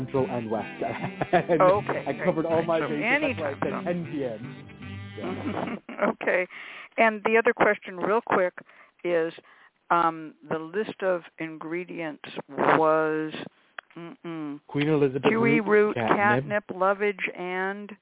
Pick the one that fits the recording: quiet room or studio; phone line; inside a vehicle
phone line